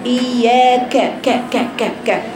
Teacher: عدم إظهار صفة الشدة في الكاف، إياك ك ك ك ك حرف شديد صح بيه همس لكن شديد، يعني ببين شدته صوت المقطوع الشديد ده، وبطلع فيه بعد